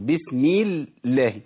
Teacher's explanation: واسم الجلاله كلمه الله مرققه. ليه؟ لان قبلها مكسور